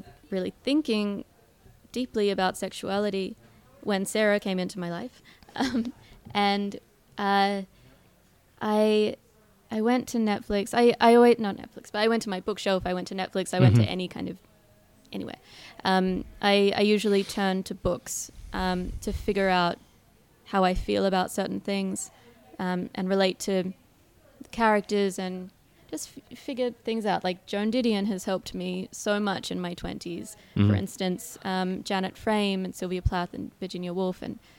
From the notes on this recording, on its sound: Recorded live at the Brunswick Street Bookstore.